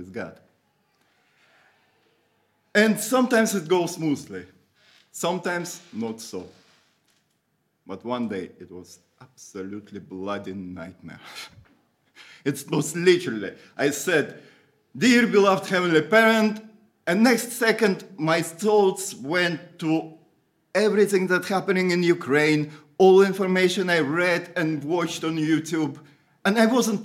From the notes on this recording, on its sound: Audio from a sermon in Hatch End